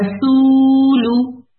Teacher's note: لام پہ ہم اتنا نہیں کھینچیں گے، ہم کہیں گے رسولو، یعنی جو واؤ مد کے کھینچنے کی جو مقدار ہے وہ ڈبل ہوتی ہے، دو کاؤنٹ ہوتی ہے